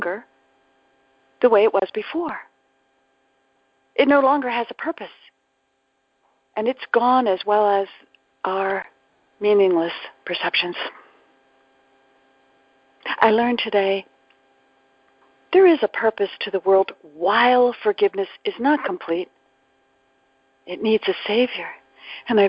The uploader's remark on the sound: ACIM Daily TEXT Conference Call